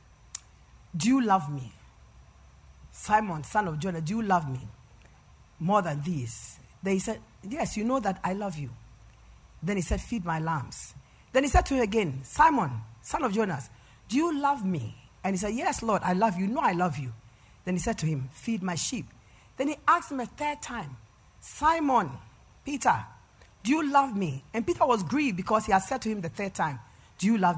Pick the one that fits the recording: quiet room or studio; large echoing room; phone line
large echoing room